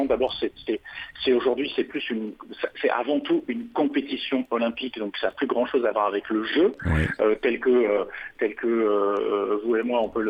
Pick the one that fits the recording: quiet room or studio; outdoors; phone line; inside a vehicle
phone line